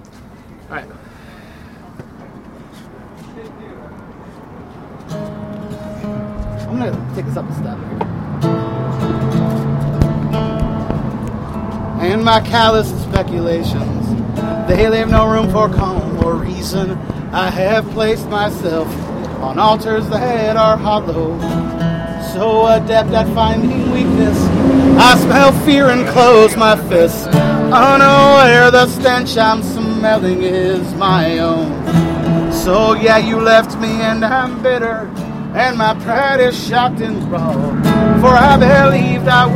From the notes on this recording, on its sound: Outside the Lion's Lair in Denver, Colorado. BONUS LIVE TRACKS.